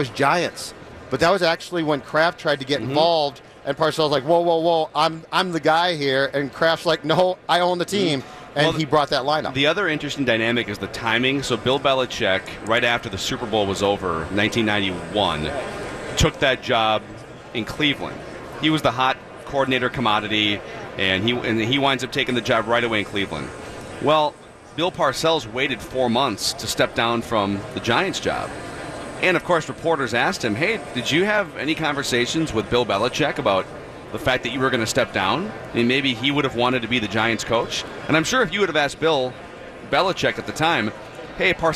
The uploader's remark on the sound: live from Radio Row